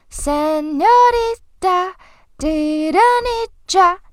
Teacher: 三六的六往上走，didn't 的 den 往上走